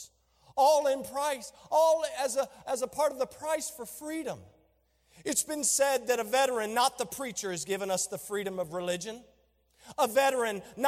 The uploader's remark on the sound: During a special Veterans Day Service